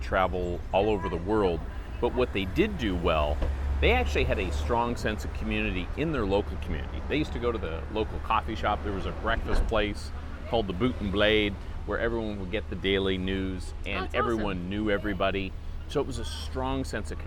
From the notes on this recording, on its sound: sitting outside a coffee shop in Lima, Peru